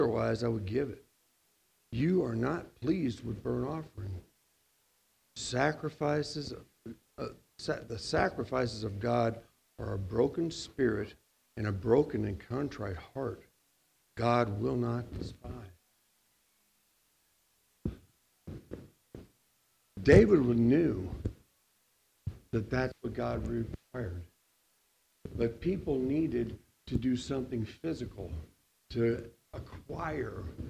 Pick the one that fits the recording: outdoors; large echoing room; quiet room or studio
large echoing room